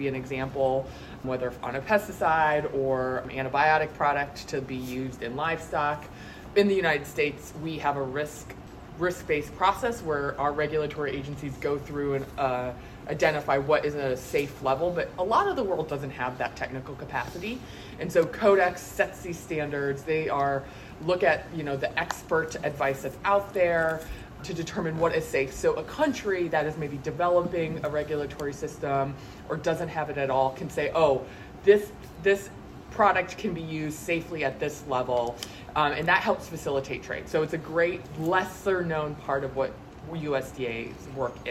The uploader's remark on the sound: Attended the International Production & Processing Expo, or IPPE, in Atlanta, and participated in a news conference. With the small group of journalists in attendance.